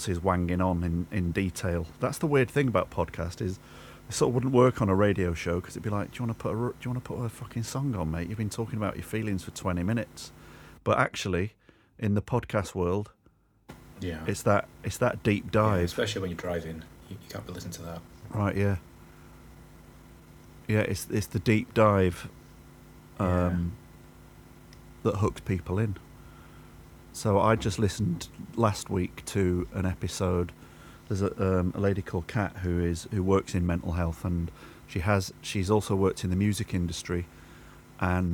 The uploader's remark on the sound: I'll level with you, the audio in this could be better. It's a bit hiss n hum and there are some mystery digital space noises to contend.